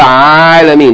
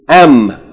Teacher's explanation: The letter Ayn changes the sound of Fatha to Ah.